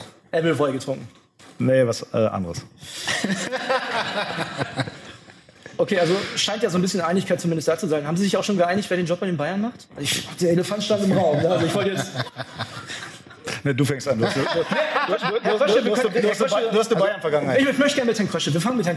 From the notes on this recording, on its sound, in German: Heute gibt es die erste Stammplatz-Folge mit Publikum. Am Freitag traf sich die Fußball-Prominenz bei BILD 100 Sport im Axel-Springer-Hochhaus in Berlin.